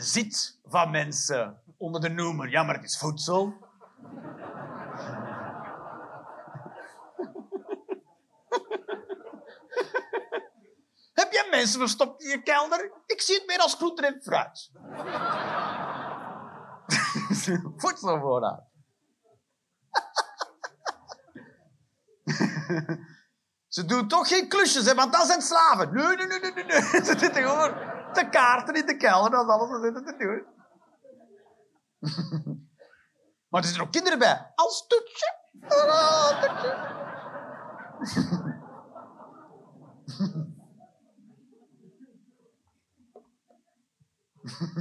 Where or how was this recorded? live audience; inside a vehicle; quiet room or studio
live audience